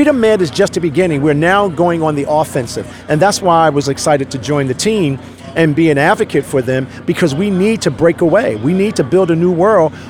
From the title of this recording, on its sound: LIVE AT THE REAWAKEN TOUR APRIL 2 2022